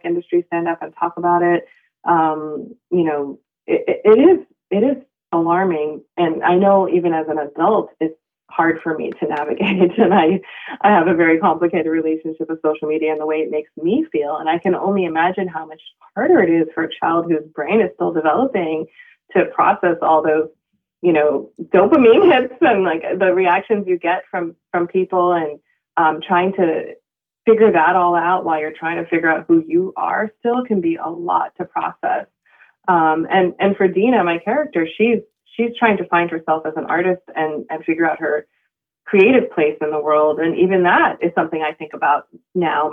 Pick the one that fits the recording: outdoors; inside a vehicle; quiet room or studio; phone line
phone line